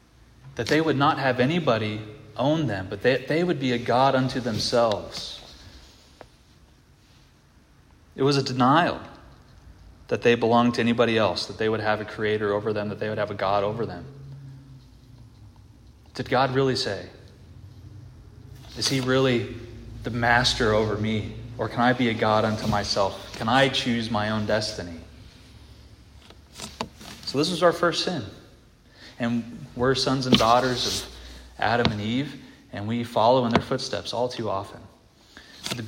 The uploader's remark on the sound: This audio is from the evening prayer meeting at Christ the King